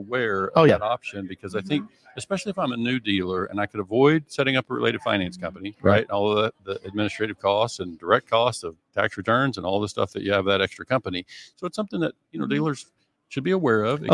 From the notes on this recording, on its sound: LIVE from San Diego for the LHPH Summit